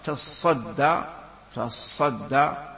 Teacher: إذن فهكذا فعل، إذن من قال فأنت له تصدى، تصدى بدون تشديد الصاد، وأما مع تشديد الصاد تصدى، تصدى نعم، فهو كأنه ماذا لم يسقط إحدى التائين، وإنما التاء الثانية أدغمها في الصاد، أدغمها في الصاد فصار يقول تصدى